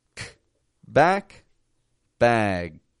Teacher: Some people may say, no, you don't release it at all. But I've noticed in my own speech, I'll release K lightly.